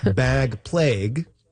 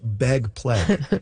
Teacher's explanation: among some speakers, particularly notable in Vancouver and Seattle and maybe a little bit of Portland, ags are turning into eggs · Shown in: second take · Term: pre-G-merger